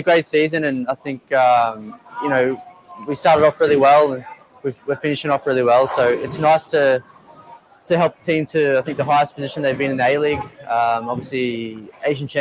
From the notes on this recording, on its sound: LIVE at a bowling alley!